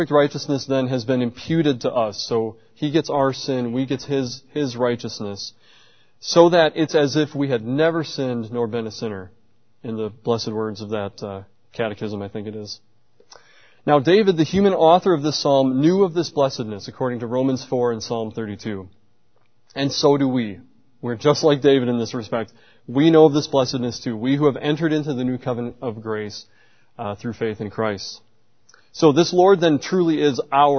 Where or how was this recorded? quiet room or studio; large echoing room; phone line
large echoing room